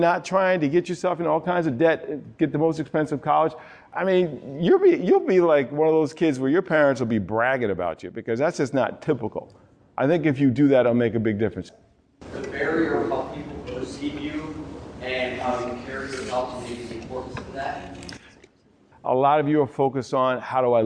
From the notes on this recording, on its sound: With a live audience of student athletes and coaches at Herkimer County Community College in New York.